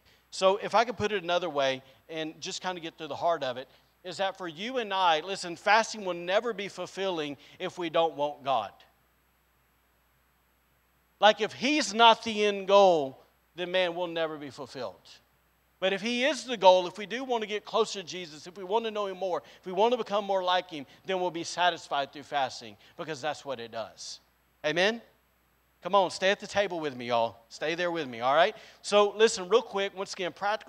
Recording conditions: large echoing room